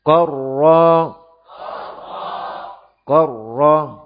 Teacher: berhati-hatilah pada huruf ra yang bertasydid, sifat takrir harus dimunculkan tanpa berlebihan